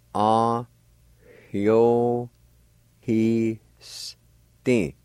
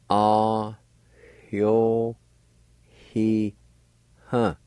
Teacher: Right at the beginning of the word, between the A and the Y, there'll be a faint H sound like this. Ah.